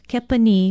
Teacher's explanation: Kepani is spelled K-E-P-A-N-I and pronounced kepani with a stress on the last vowel